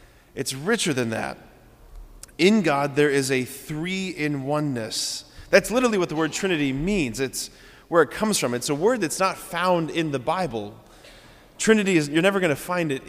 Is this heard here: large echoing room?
yes